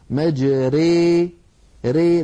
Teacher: هي النطق بالألف الممالة بين الألف والياء الصحيحتين · Term: الإمالة